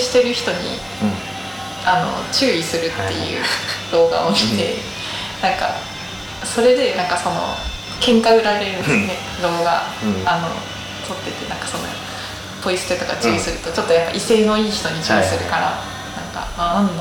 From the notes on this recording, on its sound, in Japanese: 今回もカラオケボックスでの録音のため音質的に聞き苦しい点が多々ございます